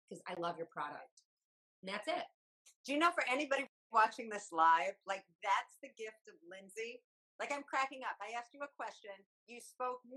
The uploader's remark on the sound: the sound is not the best